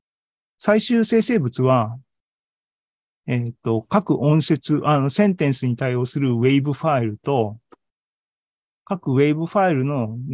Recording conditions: video call